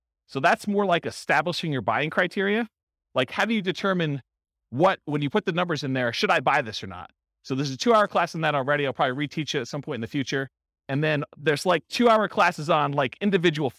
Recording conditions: live audience